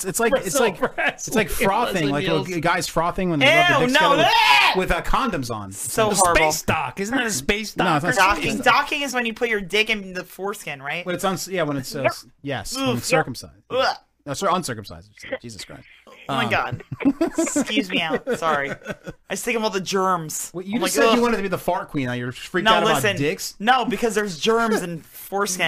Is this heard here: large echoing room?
no